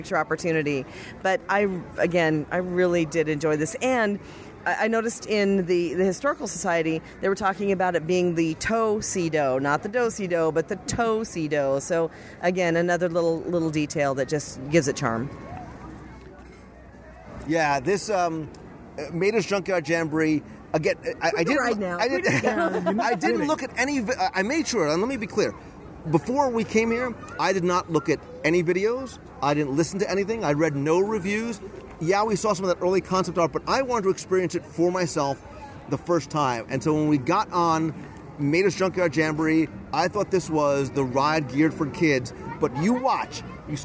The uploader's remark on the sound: LIVE from Disney California Adventure Park. This week, I'm coming to you live from the cutest little town in Carburetor County - Radiator Springs. Recorded live from CarsLand.